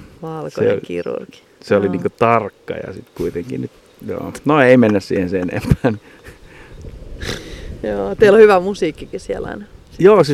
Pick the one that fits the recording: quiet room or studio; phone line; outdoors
outdoors